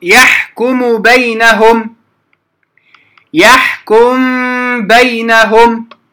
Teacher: نسكن الميم أولا ثم نخفيها عند الباء.